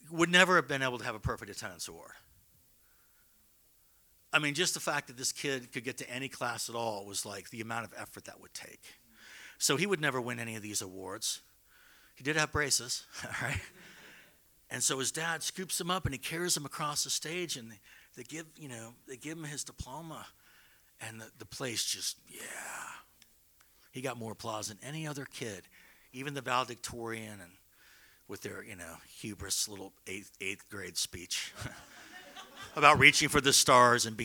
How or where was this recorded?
live audience